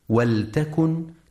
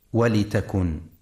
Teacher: ينتبه القارئ في كلمة ولتكن لسكون اللام وعدم كسرها · Shown in: first take · فلا يقرأ ولتكن.